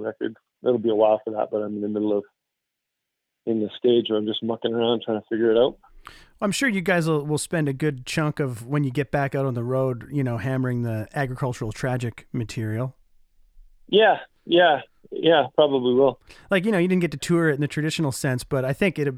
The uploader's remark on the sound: We caught up on the phone